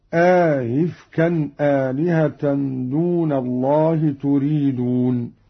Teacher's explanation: قرأ قالون بإدخال ألف بين الهمزتين مع تسهيل الثانية